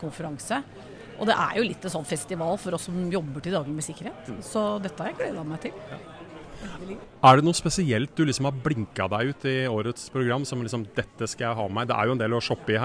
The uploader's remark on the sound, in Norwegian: Live fra sikkerhetskonferansen 2023. Har vært utegående reporter og snakket med noen av deltakerne som var tilstede for å få med seg noen av de 56 ulike debattene og foredragene i løpet av den 2 dager lange konferansen i Oslo.